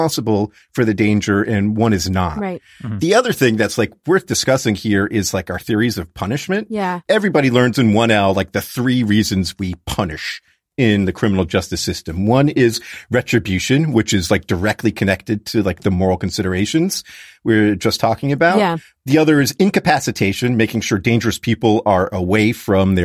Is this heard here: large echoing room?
no